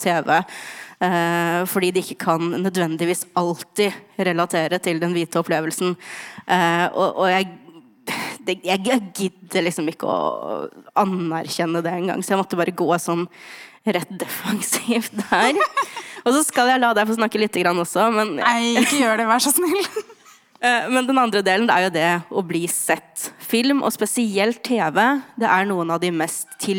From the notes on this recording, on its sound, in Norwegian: var vi på FemFilm på Vega Kino, og spilte inn vår aller første live-episode